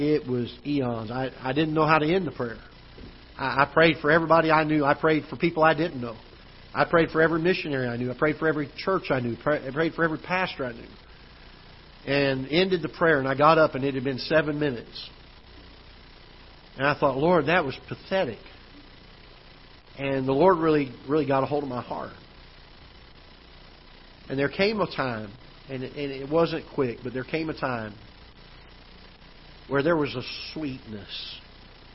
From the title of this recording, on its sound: Ketha Heights Baptist Church ~ Live Broadcast